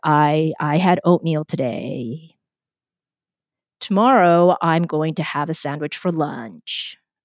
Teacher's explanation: at the end of sentences, yes, there's like a creak in your voice, and people call it vocal fry